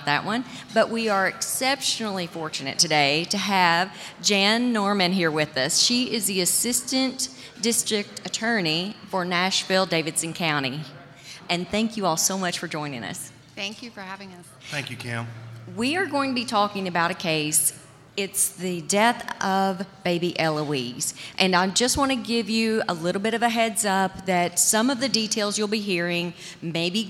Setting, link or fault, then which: setting, live audience